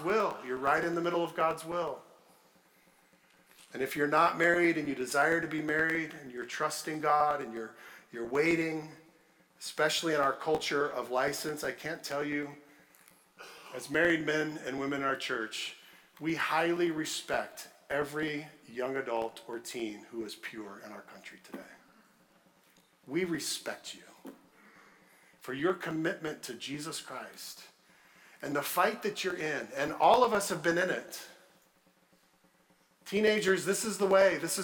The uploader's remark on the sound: at Redeemer Church on February 5, 2023